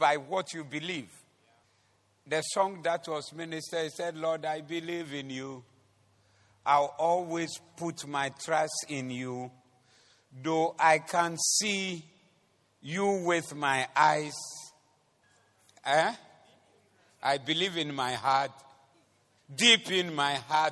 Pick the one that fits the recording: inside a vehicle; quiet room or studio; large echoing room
large echoing room